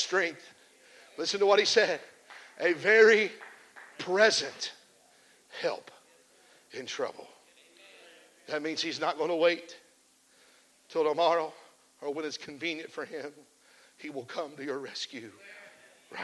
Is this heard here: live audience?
yes